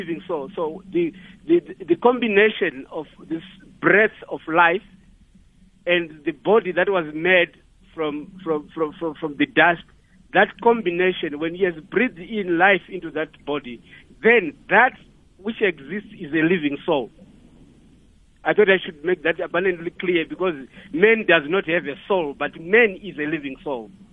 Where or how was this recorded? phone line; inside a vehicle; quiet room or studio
phone line